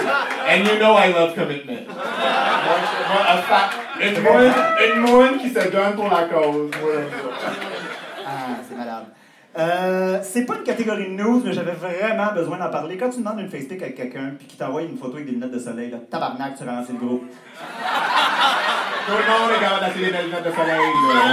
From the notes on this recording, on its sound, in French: notre enregistrement live devant pubis